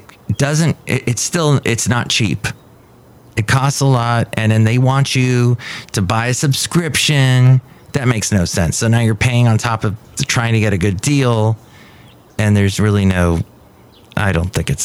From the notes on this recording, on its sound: podcasts live from Café Anyway